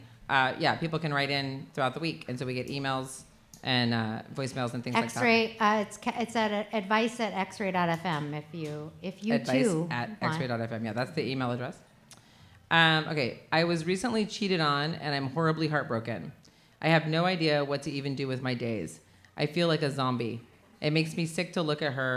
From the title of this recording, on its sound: Live From Kelly's Olympian